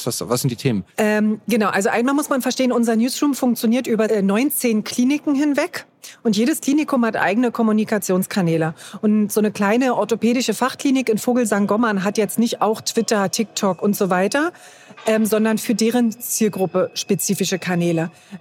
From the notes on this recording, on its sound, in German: KKongress-Special 2020. Live vom KKongress.